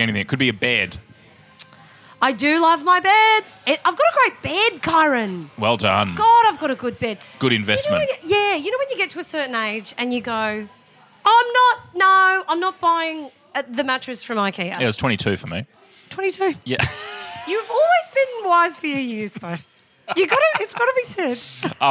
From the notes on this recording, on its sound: We're recording heaps of bite-sized episodes live in the green room with the who's who of comedy. Recorded at Comedy Republic.